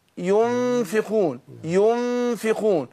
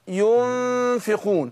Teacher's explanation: ينفقون طبعا مع الغنة حركتين